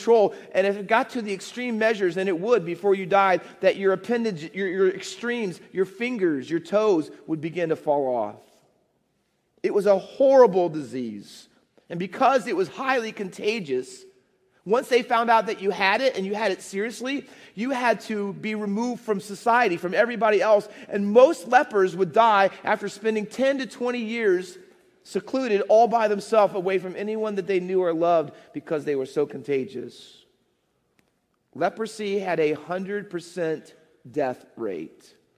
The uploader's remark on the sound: Faith Baptist Church in Hamilton, NJ.